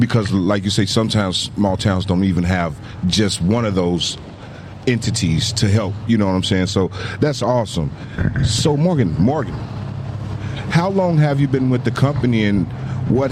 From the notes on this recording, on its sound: Mixed Culture on location at the Circle of Friends Animal Shelter Lock-In fundraiser. Who are going to be locked-in and in tents at their Adoption Center.